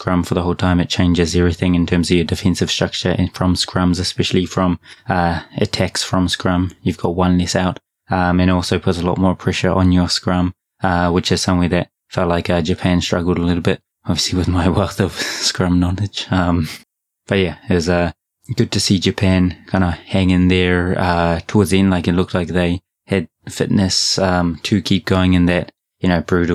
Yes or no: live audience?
no